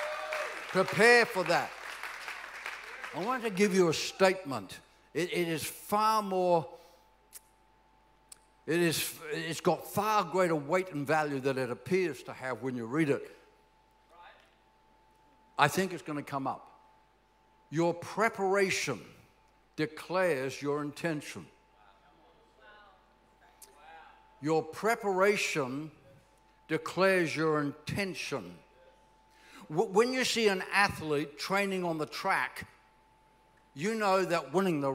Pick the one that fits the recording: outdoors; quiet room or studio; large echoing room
large echoing room